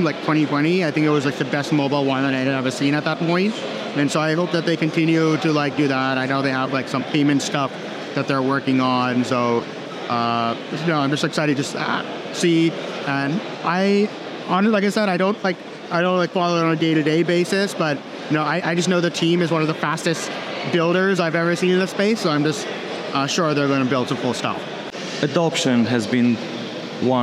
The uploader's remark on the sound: This week's podcast features a number of interviews we conducted in Romania, during the xDay conference hosted by MultiversX.